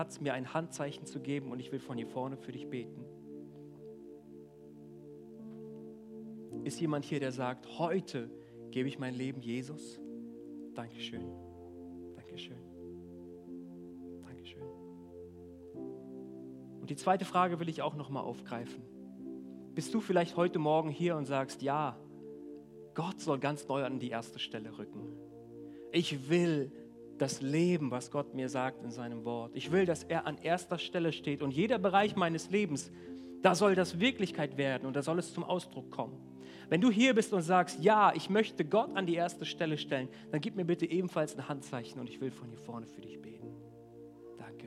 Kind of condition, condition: setting, large echoing room